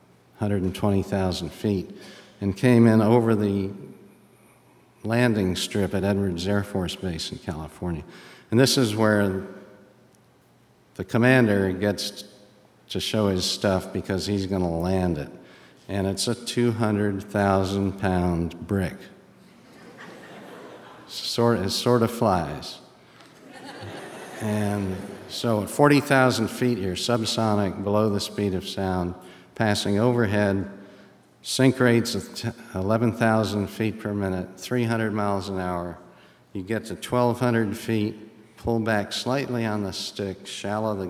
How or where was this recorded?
live audience